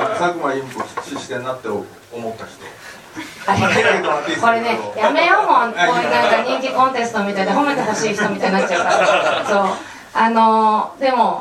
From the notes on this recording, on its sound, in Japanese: 渋谷の書店「SPBS」で 行われた公開収録の模様を3回に分けてお送りします。